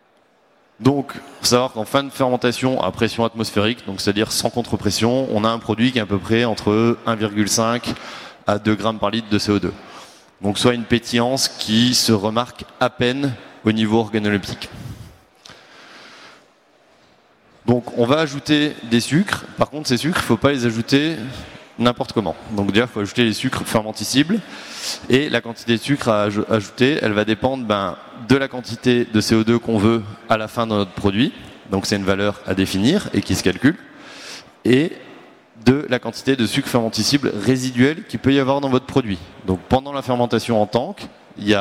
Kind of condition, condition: setting, busy venue